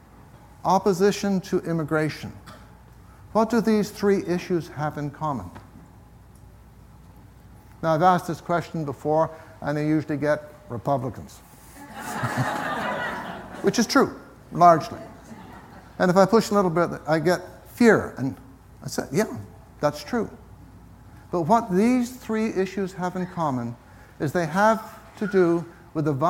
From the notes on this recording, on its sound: This week’s episode is taken from the recent Buddhist Geeks Conference